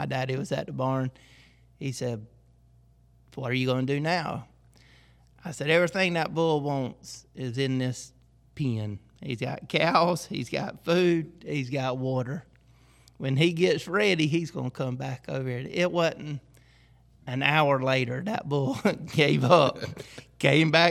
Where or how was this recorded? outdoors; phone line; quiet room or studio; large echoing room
large echoing room